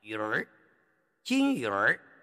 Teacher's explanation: 鱼的口型不变，舌头呢往上卷 · Term: 卷舌元音